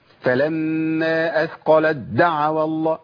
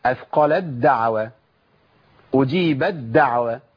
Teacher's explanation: تشديد للحرف الثاني، بشيل الحرف اللي هضغمه اللي هو التاء وحط مكانه حرف زي الحرف اللي هيتضغم فيه اللي هو الدال · Shown in: second take · Term: إدغام تاء في دال